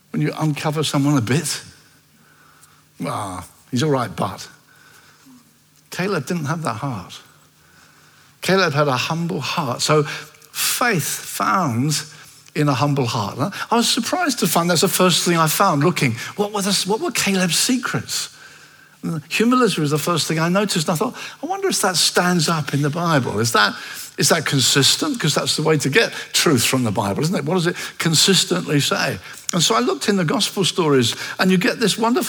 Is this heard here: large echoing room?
yes